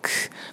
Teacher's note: “咳”这样的漏气，“咳”，“咳”，不要着急地发啊，慢点，“咳”，很轻的漏气音